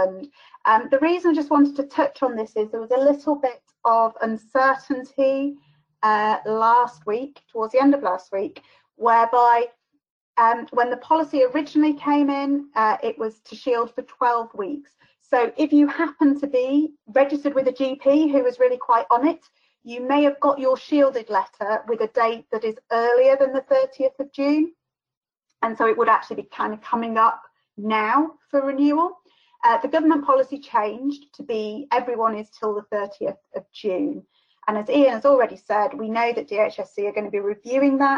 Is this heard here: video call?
yes